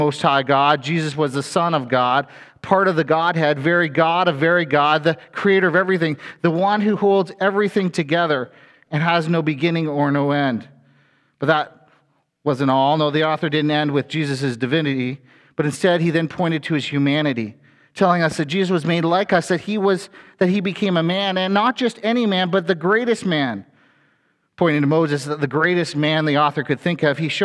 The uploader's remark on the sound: A sermon from FBC Church in Cobourg,